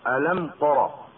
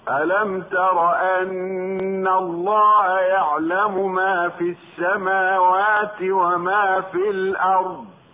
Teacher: التاء مستفلة وهي مجاورة للراء المفتوحة المفخمة · Shown in: second take